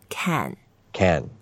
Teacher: It's fourth tone. It goes down.